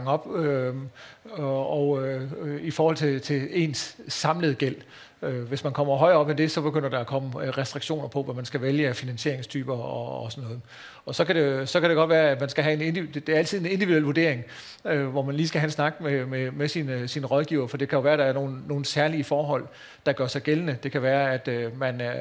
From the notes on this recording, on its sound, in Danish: Undervejs besvarer boligøkonomen også på spørgsmål fra publikum. Udsendelsen er optaget under Aarhus Festuge, hvor Jyske Bank LIVE havde indrettet åbent tv-studie på Strøget, Søndergade 5.